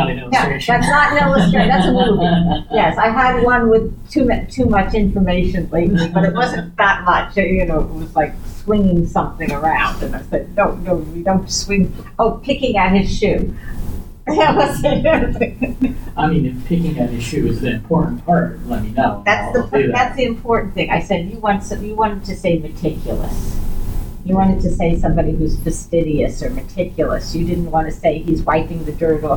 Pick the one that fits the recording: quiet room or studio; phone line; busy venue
busy venue